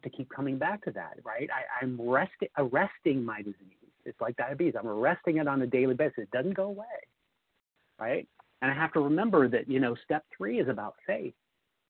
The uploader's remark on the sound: the 100 Pounders Phone Meeting, 4/27/23